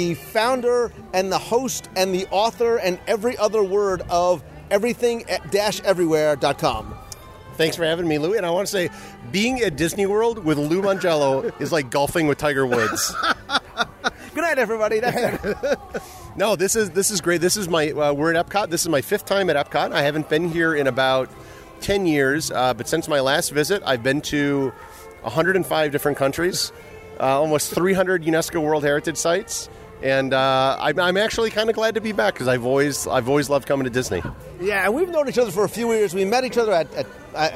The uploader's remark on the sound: A Walking Tour of the “Real” World (Showcase). Recorded live as I walked the promenade in Epcot.